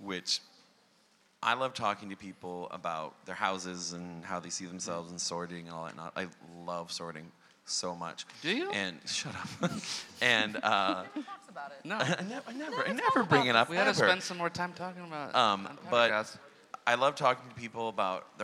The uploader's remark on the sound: Our live PotterCast from LeakyCon 2017! We recount the amazing weekend we had in Dublin hanging with hundreds of Harry Potter fans.